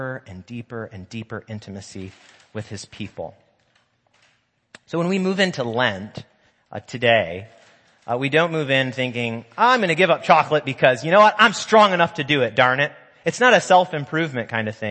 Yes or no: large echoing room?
yes